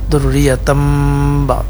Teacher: Ini iqlab, apa, fathatain bertemu dengan huruf ba, suara jadi mim, dzurriyyatam ba'daha, panjangnya 4 harakat.